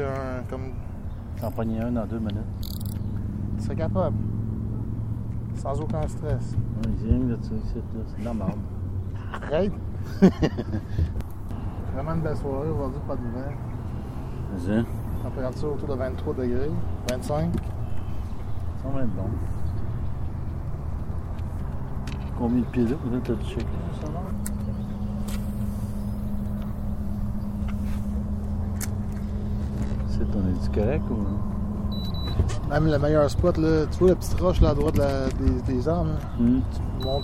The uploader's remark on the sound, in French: Je l’ai enregistré mercredi dernier lors d’une soirée de pêche au doré